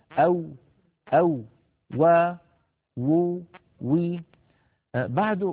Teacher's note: الواو كما نعلم يا إخوة حرف يخرج من الشفتين ويصاحب ذلك تذبذب للوترين الصوتيين في الحنجرة